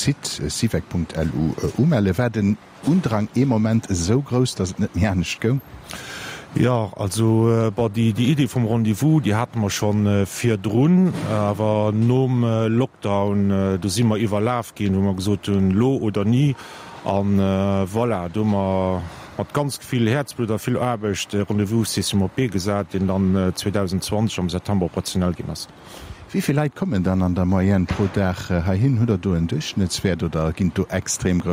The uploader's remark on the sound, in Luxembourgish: Live aus dem Sivec Schëffleng